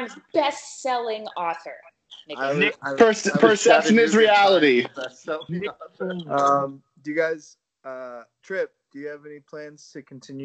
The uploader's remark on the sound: Skype it up